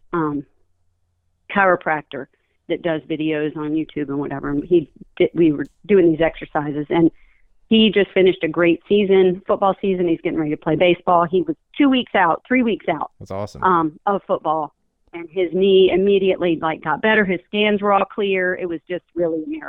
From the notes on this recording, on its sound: You’ll also hear from LIVE callers